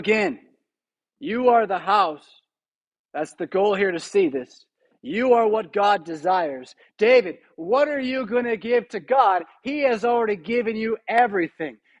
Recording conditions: large echoing room